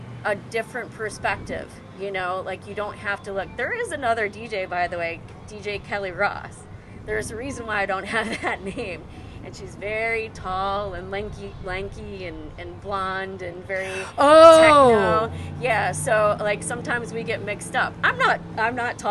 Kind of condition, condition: setting, busy venue